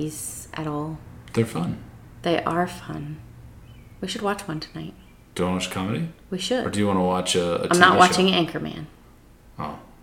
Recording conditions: sounds in the background